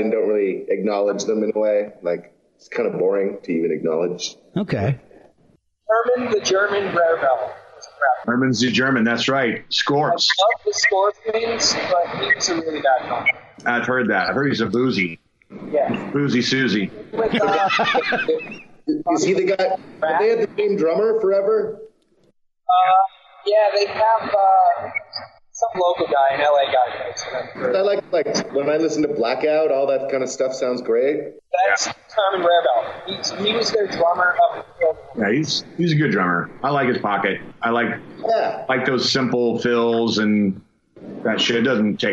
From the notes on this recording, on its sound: You may notice a few technical issues during this episode.